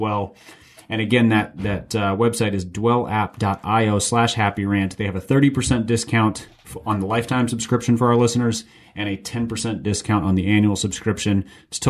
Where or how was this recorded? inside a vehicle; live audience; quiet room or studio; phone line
quiet room or studio